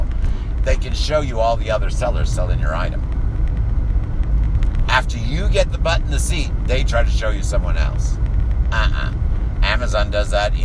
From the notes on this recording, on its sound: driving around in the car